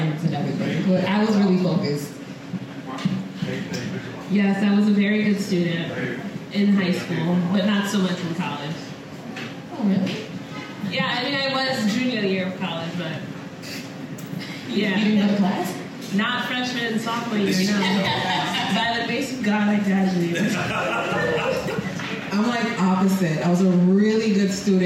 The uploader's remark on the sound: This week's episode is a recording from our season 2 launch party.